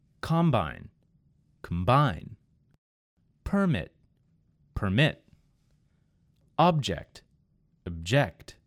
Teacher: Could you hear the movement of the emphasis? In the first word, it was on the first syllable or part of the word. And then, in the second word, I moved the emphasis to the second syllable of the word, and it changed the meaning of the word entirely. · Term: word stress